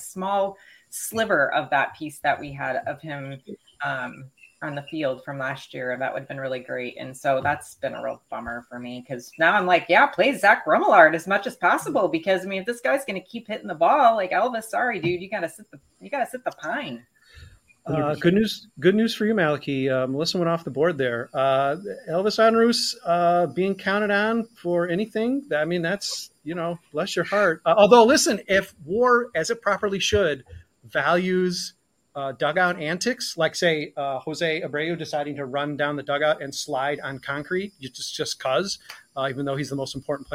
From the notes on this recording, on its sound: weather smoke, technical difficulties and the encroaching sunset